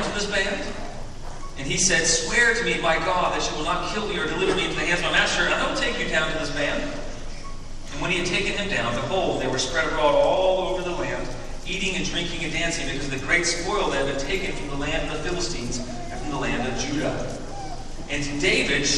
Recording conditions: poor sound quality